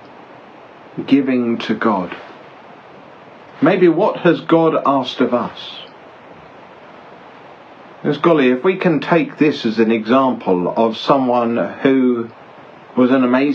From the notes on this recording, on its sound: Each week, on a Sunday evening, I livestream a short meditation on the Psalms in the Bible. The livestream takes place from various locations, often with other ambient noise in the background.